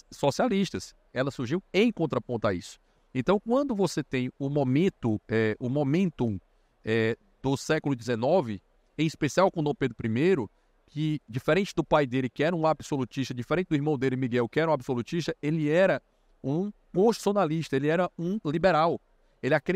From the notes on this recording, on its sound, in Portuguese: foi gravado em abril de 2023, no Fórum da Liberdade